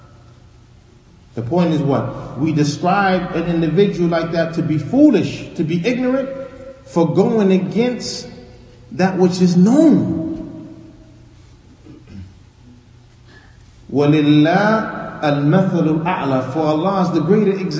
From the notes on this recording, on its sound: Lecture given at Masjid Nur Allah, Queens, NY